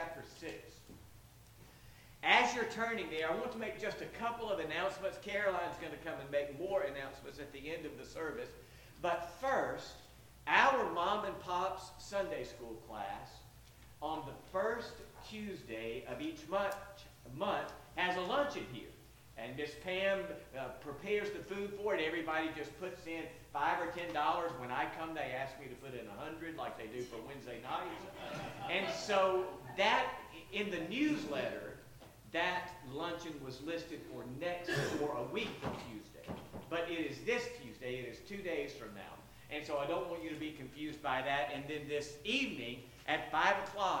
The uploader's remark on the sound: Sorry if there are technical issues (low volume) with this one.